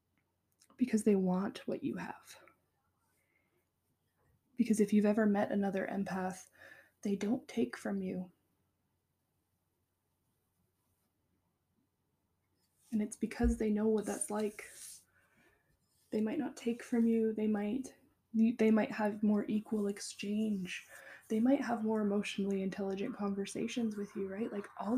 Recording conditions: sounds in the background